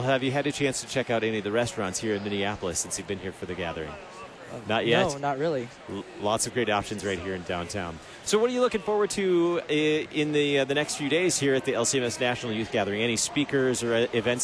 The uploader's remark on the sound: Live from the 2019 LCMS National Youth Gathering